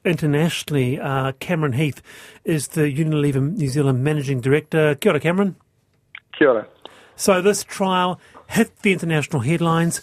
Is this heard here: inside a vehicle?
no